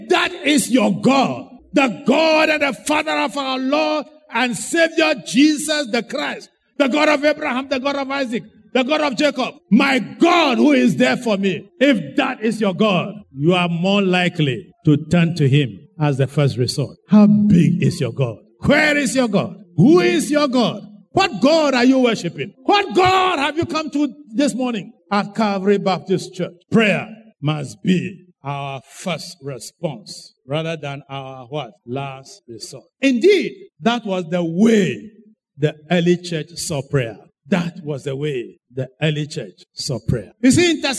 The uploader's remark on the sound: Sermon preached at CBC Adabraka Campus